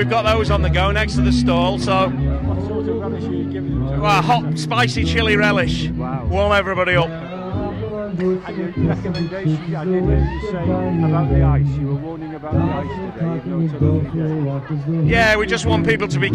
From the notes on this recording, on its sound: 2023 Santa Dash Report. Some of the audio quality is muffled by the terrific atmosphere at the event.